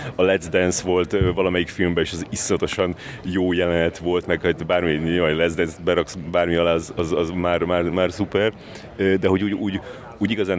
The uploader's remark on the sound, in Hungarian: A magyar kisfilm cannes-i vetítésére bandukolva felidéztük. A moziterembe érve még pont meg tudtuk kérdezni.